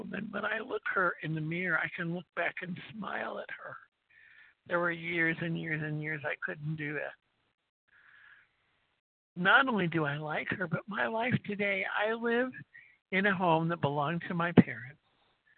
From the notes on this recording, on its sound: qualification from the 100 Pounders Phone Meeting